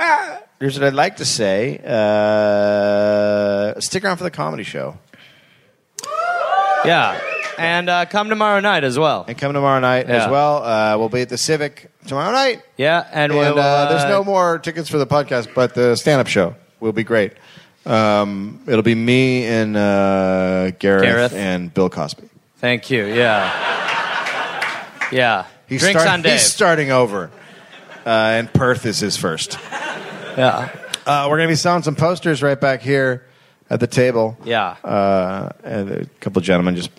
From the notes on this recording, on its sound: recorded live in Perth